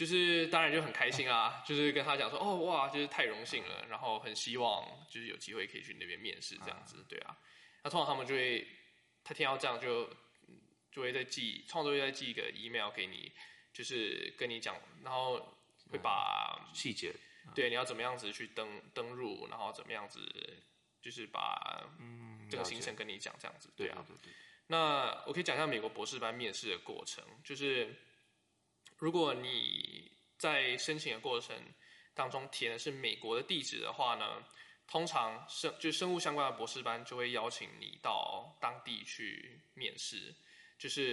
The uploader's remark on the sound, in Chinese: 可能有時候錄音的地點限制，後製處理如降噪音等後會降低一些聲音，造成部分聽眾的不便。